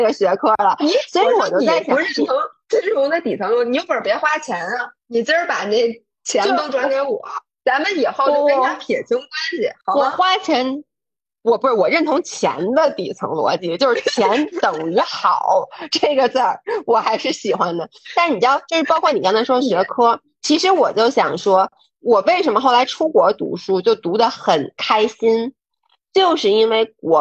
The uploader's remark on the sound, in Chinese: 本来以为我俩已经非常熟悉远程录制了，可是这期居然又出了问题，录音笔的高质版本后半程没录上，所以只好用视频会议的录屏音轨。